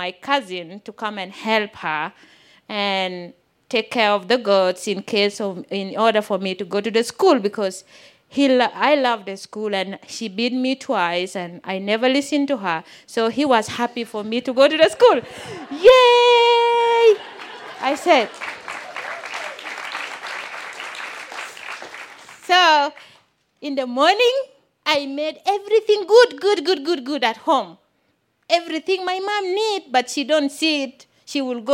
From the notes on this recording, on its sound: This story was recorded live on 31 May 2017 at Buntport Theater in Denver, Colorado.